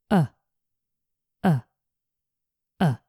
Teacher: You barely push any air out. · Term: the schwa